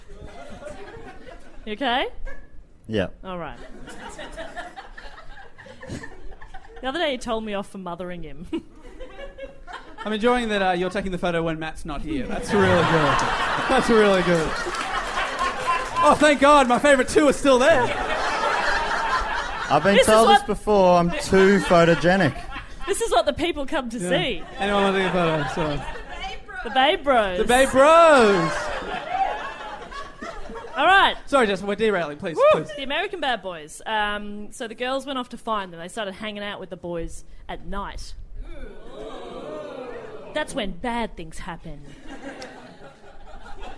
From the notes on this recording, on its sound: Our second live show for the MICF 2018 was an absolute HOOT!